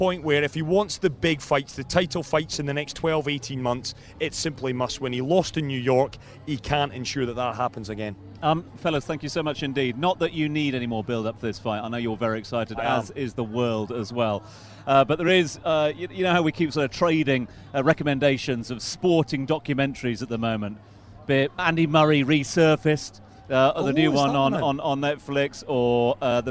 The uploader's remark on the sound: From the rooftop garden of Barasti